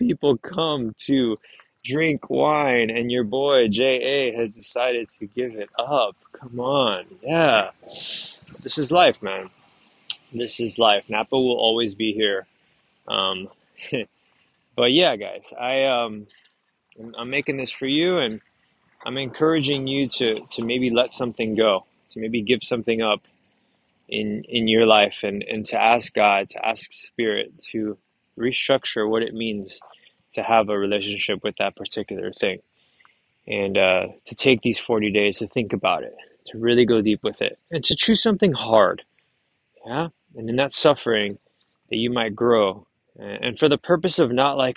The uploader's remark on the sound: Pardon the background noise as I stroll through the Vineyard